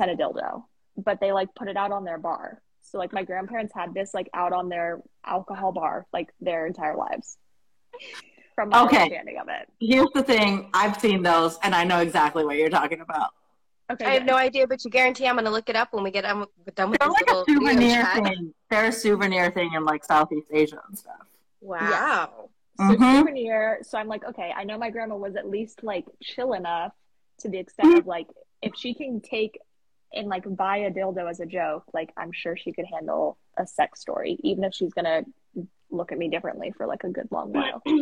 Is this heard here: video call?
yes